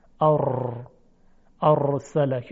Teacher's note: تکریر جلی آن است که در تلفظ حرف را سر زبان به قدری محکم به مخرج را برخورد کنه که کنده بشه، باز مجدداً برخورد بکنه و حاصل اون پدید آمدن چند حرف را هست.